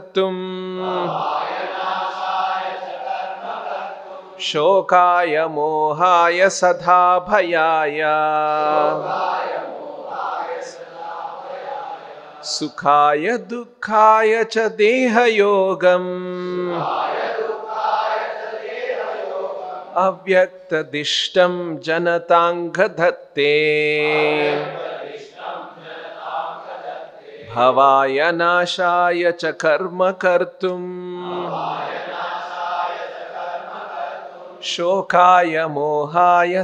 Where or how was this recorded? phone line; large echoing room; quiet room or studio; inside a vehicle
large echoing room